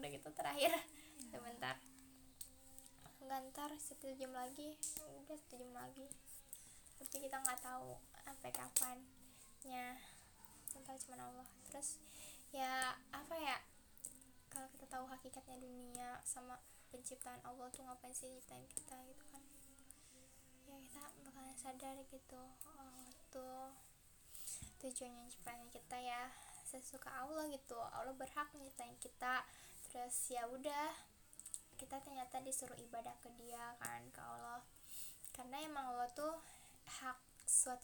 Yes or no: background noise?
yes